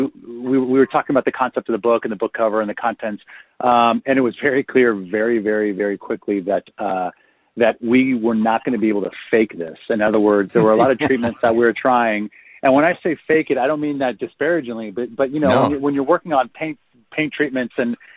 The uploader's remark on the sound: included 2 live-recorded phone calls with the designers on the project